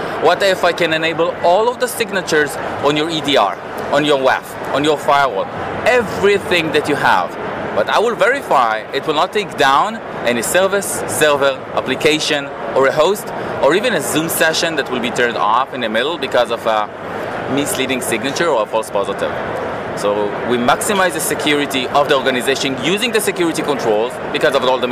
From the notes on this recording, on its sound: Coverage of the Black Hat technology show in Las Vegas! Brings us the latest from the floor and several unique interviews.